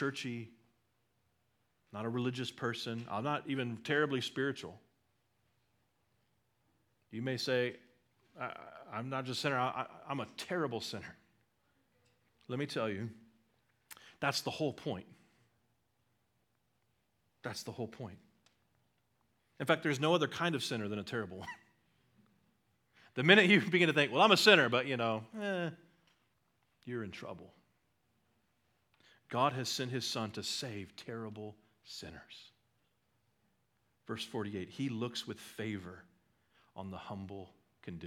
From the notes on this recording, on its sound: at Liberty Baptist Church in Liberty, Missouri